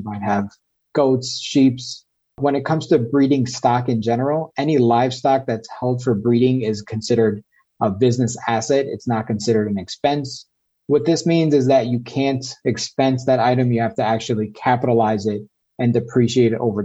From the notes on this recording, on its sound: This episode is the audio version of a webinar.